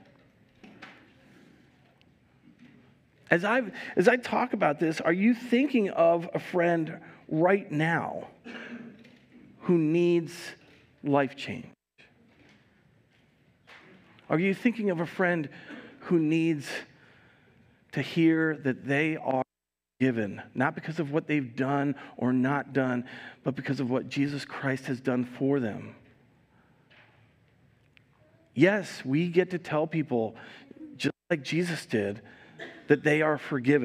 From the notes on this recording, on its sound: Recorded live at Word of Life Church in Le Sueur, Minnesota.